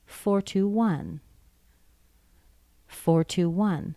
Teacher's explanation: We start in the middle, we go down, we go up again.